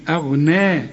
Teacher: حرق الهمزة وفخم الغين